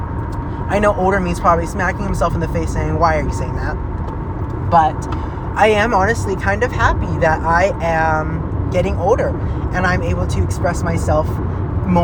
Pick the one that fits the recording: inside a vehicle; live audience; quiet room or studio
inside a vehicle